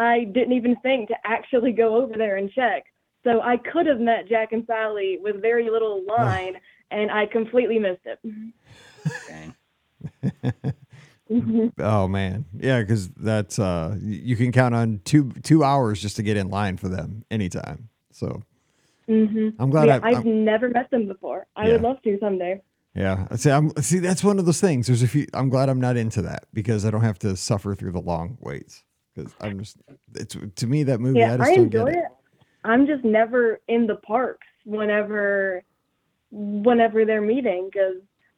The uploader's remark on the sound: BOGP Open Line. This is the Live Call-in Show.